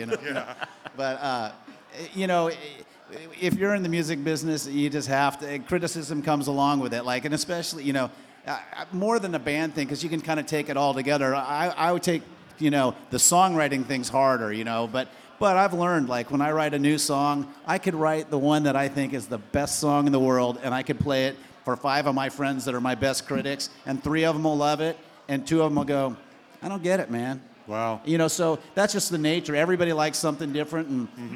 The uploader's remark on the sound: The Songwriting and Collaboration Panel from the Nashville Rock n Pod Expo 2. The introductions weren't recorded.